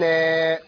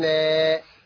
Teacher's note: نون فتحة ألف مد طبيعي حركتين ناء